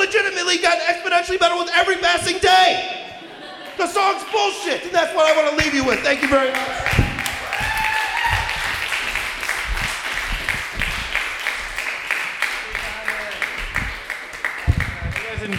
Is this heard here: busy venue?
yes